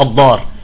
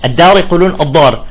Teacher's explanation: اخواننا في فلسطين او الاردن بيطالعوا الدال في كلمه الدار الضار